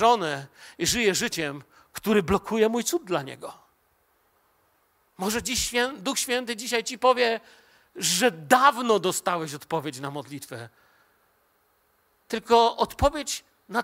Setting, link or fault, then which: setting, large echoing room